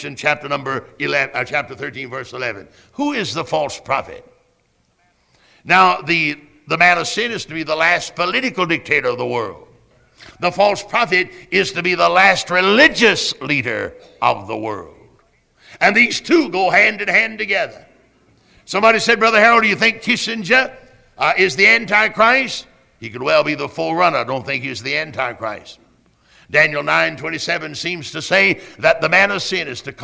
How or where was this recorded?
large echoing room